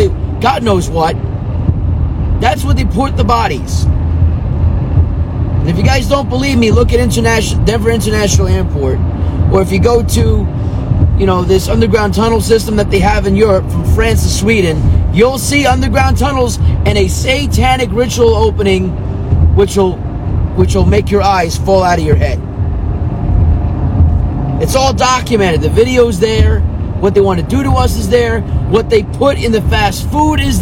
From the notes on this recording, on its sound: Patriotic Thoughts From The Car Part 3.